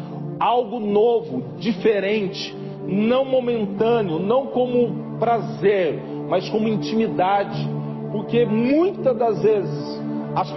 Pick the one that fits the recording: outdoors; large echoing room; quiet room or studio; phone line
large echoing room